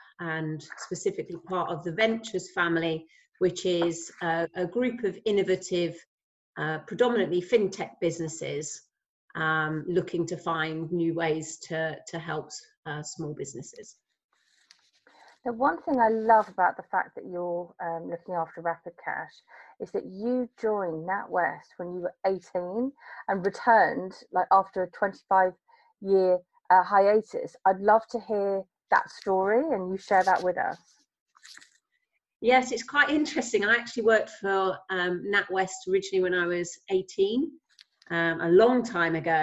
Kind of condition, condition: link, video call